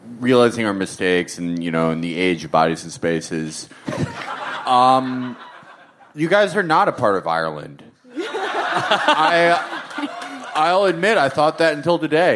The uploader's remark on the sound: Our June 3rd live show from Glasgow, Scotland's home of tonic wine and knife crime.